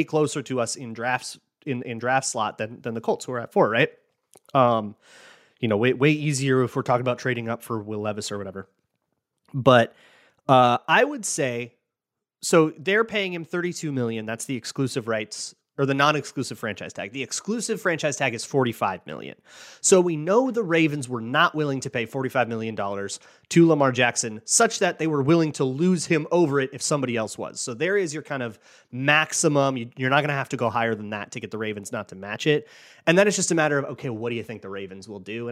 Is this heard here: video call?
no